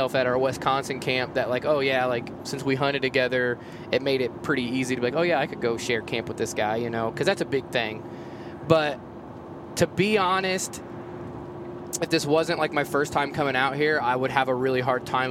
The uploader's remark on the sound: record a podcast while they are on the road to elk camp